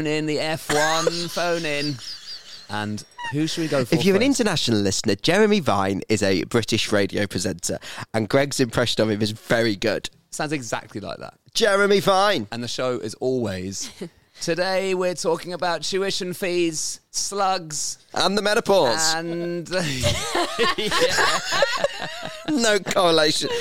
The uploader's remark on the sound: In the garden and open the phone lines to listeners and unsung F1 heroes. Live piano.